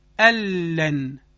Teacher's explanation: در دو حرف لام و را دیگه کشیدگی حاصل نمیشه · Term: ادغام بدون غنه